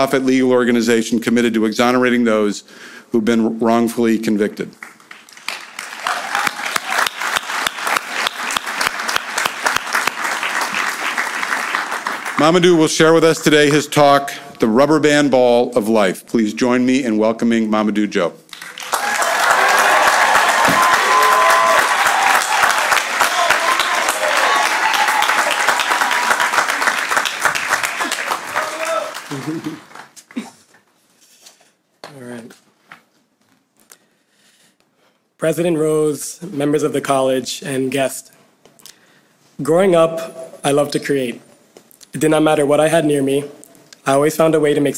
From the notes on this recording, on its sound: the commencement speech that I delivered at the class of 2020 Bowdoin Graduation